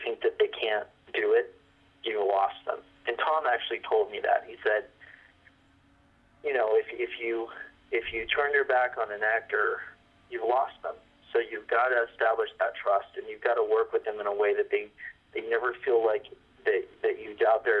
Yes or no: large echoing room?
no